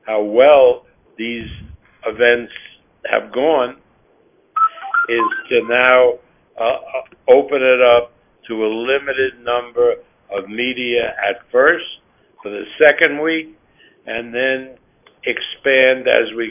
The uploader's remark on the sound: Media Conference Call